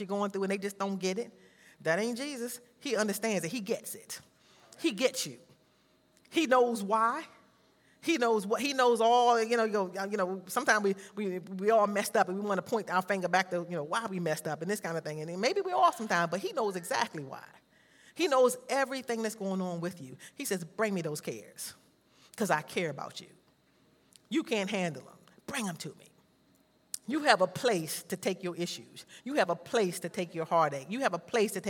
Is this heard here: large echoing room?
yes